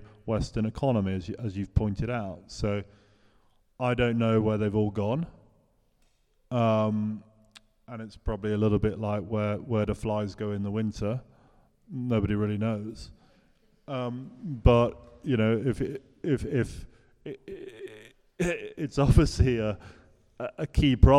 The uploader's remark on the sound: This episode was recorded in front of a live audience at St Ethelburga's in the City of London.